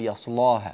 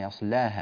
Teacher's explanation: افتح فخم الراء، لا تفخم اللام، لا تقول يصلاها وإنما يصلاها · Shown in: second take